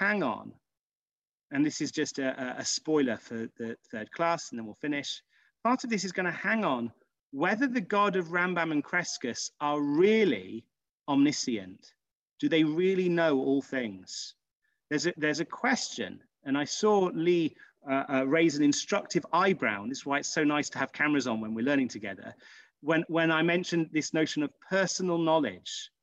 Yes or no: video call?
yes